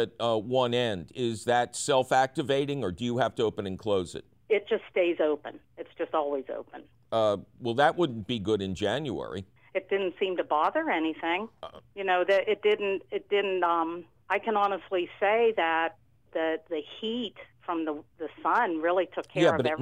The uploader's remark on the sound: Otherwise, its a fabulous phone call questions show.